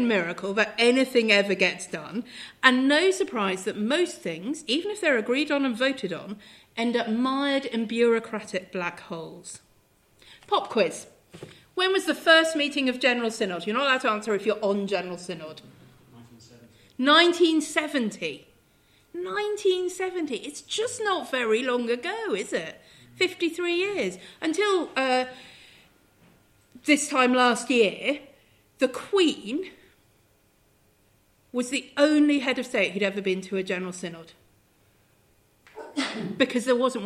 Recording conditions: live audience